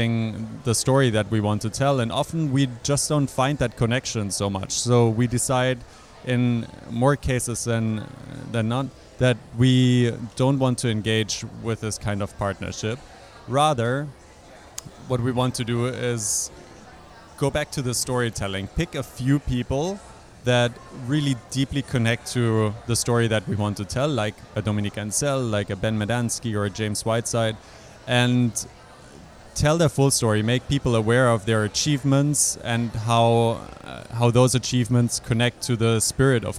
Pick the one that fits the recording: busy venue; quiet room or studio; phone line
busy venue